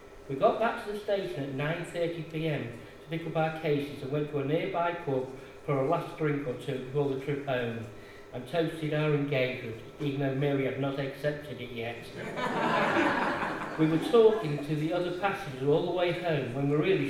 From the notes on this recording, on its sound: Audio recorded at the very successful book launch of Tales from the East Marsh by our very own East Marsh Writers Group, Quills.